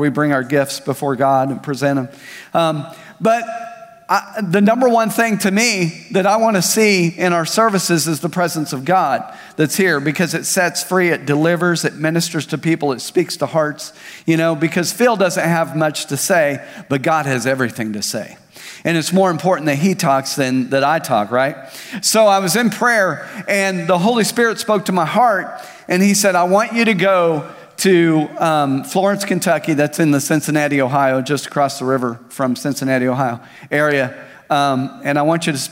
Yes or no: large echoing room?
yes